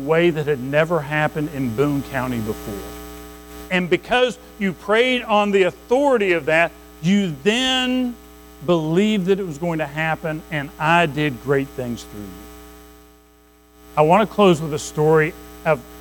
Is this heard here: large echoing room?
yes